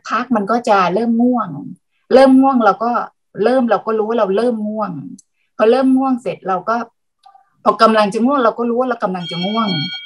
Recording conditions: video call